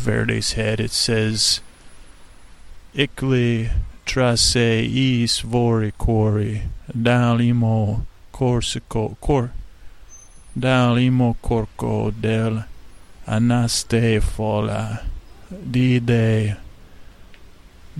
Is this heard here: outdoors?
yes